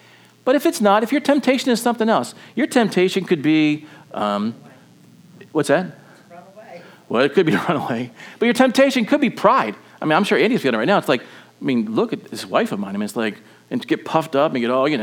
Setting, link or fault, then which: setting, large echoing room